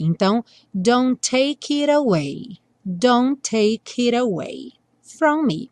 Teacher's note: O take já vai juntar com it, take it. Take it, e o it vai ter o T mudado para rarará para juntar com away